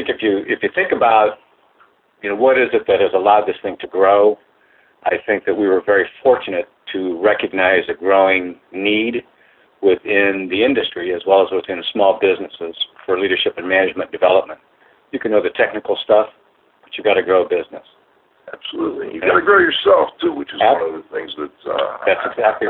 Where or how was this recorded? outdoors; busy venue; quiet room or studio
busy venue